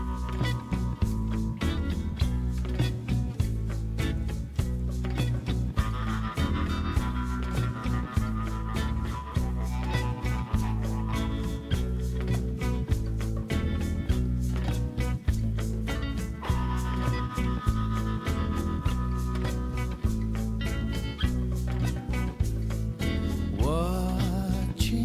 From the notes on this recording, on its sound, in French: Radio Grenouille au Street Food Festival. Dans le cadre du Street Food Festival 2023, le Grand Pastis délocalise son plateau et s'invite au pied de la Cathédrale de La Major pour l'occasion.